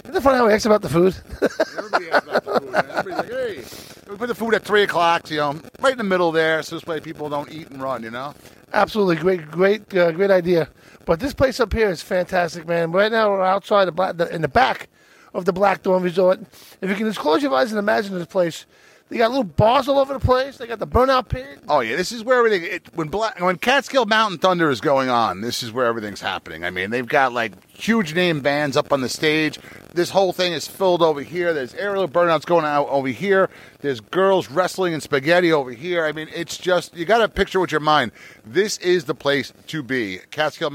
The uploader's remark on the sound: Live from the Red Barn Riders BBQ At the BlackThorne Resort in NY